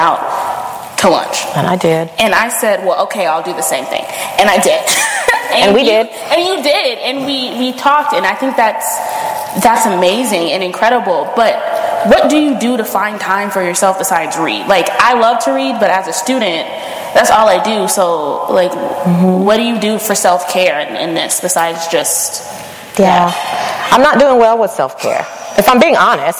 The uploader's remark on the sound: HERstory (Live Show). Finally the audio from the live show.